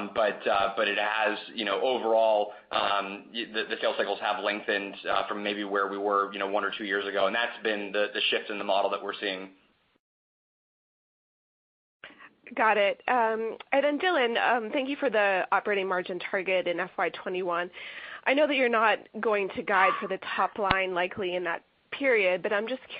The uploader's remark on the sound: Box (BOX) Q1 2020 Earnings Call.